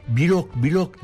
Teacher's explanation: B ile L arasına ünlü harf sıkıştırıp kurtuluyoruz bu eziyetten. L harfi de ince olacak.